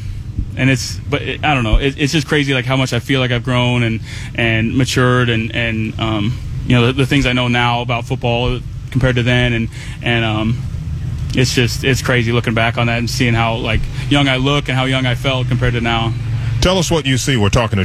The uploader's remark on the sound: live at Training Camp on Friday morning